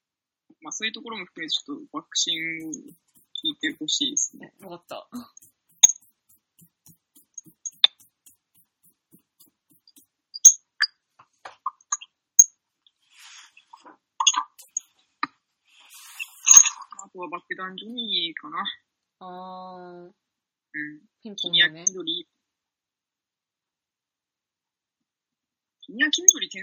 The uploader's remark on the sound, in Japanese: 今回輪をかけて聞き取りづらいです、スカイプ収録のため。僕の声量の問題かも！